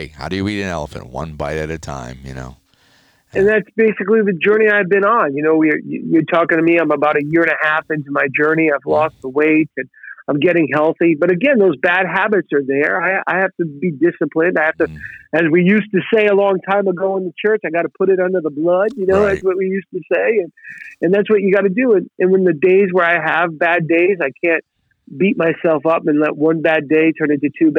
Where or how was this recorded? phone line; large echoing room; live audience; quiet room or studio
phone line